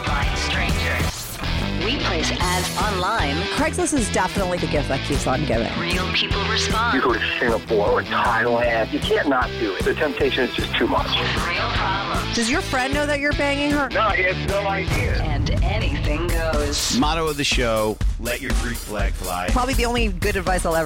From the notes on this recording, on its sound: She called in to talk all about it.